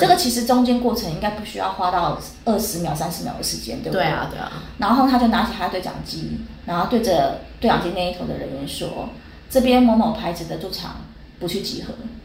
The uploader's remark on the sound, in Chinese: 本集錄音品質差